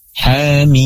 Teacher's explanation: Hamim yaitu dibaca ha-nya dua harakat